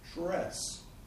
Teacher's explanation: We say dress. Because the R sound, r, is affecting the D. It's making us round our mouth to say it.